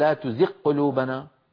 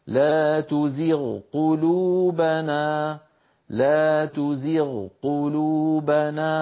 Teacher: التقى الغين وهي من أدنى الحلق مع القاف وهي من أقصى اللسان · Shown in: second take · لأن منطقة أدنى الحلق مجاورة لأقصى اللسان. · فنبين صوت الغين ثم ننتقل إلى حرف القاف · Term: إظهارها